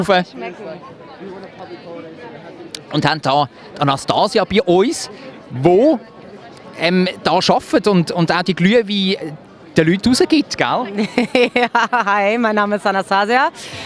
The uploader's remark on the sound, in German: LIVE vom Wienachtsmärt. Es riecht nach geschmolzenem Käse und Glühwein, überall blinkt und glitzert es und in der Luft ist das Summen unzähliger Stimmen zu hören. Besuchen den Weihnachtsmarkt auf dem Zürcher Sechseläutenplatz. LIVE vom Weihnachtsmarkt im Herzen Zürichs.